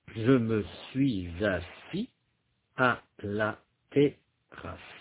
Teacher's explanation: Vous vous rappelez qu'en français, on tend à diviser la chaîne parlée en syllabes ouvertes, c'est-à-dire des syllabes terminées par un son de voyelle. On tend à séparer les voyelles de la consonne suivante. Il n'y a pas d'anticipation de la consonne. · Term: syllabe ouverte